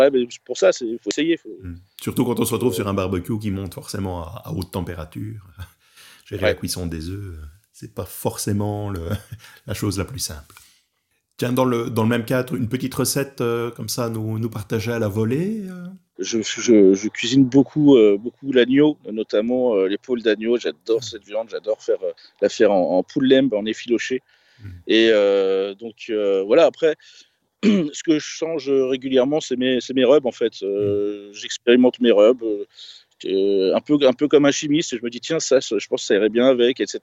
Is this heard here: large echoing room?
no